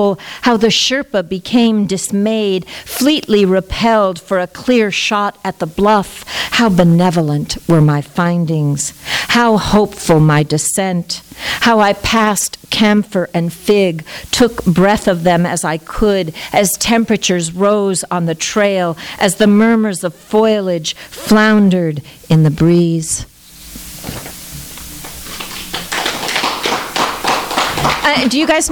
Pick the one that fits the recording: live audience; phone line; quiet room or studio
live audience